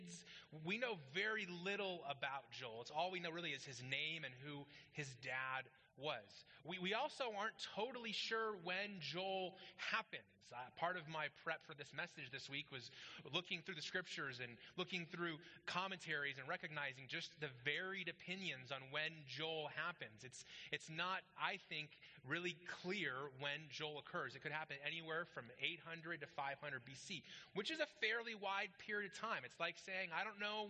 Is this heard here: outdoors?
no